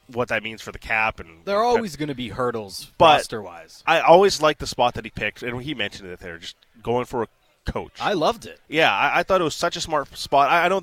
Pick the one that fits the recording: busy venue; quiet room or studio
busy venue